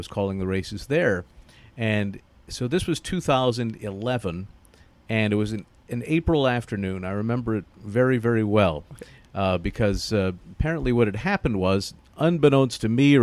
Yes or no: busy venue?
yes